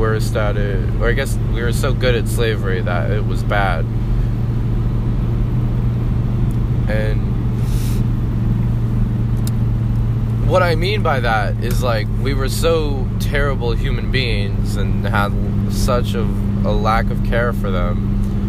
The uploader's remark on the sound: driving to work thoughts